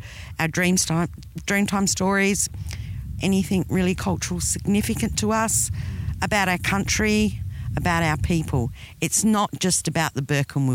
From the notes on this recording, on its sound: In our interview recorded on the banks of the Cooper Creek. Recorded on Yandruwandha Yawarrawarrka Country.